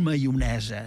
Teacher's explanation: la consonant antiàtica és una iot, és a dir, una I consonàntica, una I que fa de consonant. I aleshores, doncs, de maonesa es va convertir en maionesa, no?